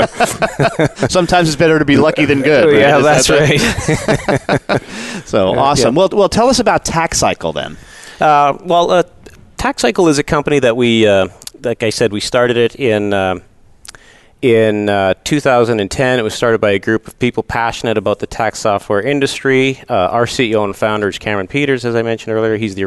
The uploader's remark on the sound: Live Broadcast at the The IPBC IGNITE Conference.